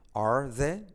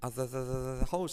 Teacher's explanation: Mira cómo omito la R, la R al decirlo rápido, ¿vale? Are the, digo, are the are the hosts.